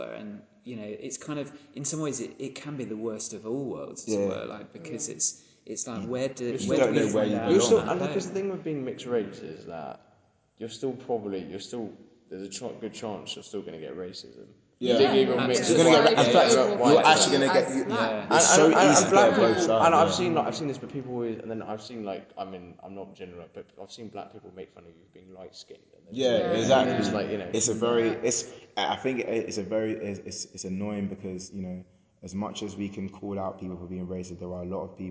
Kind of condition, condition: setting, large echoing room